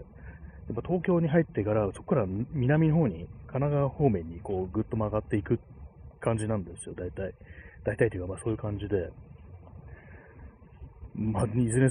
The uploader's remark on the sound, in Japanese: 歩きながら